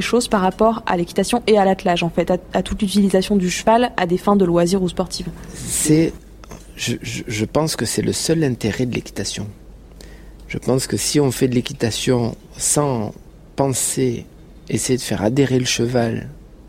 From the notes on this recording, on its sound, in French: Nous espérons que ce format très, très immersif, vous plaira. Nous avons enregistré un soir à Bordeaux, pendant le jumping international. Nous avons terminé l’enregistrement après minuit.